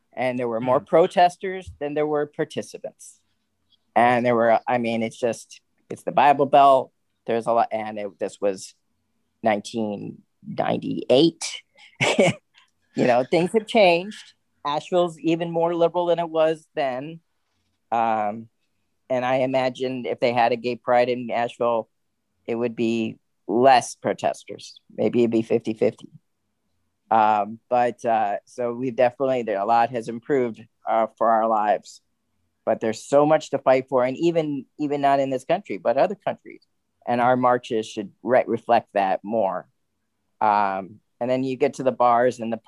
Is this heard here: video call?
yes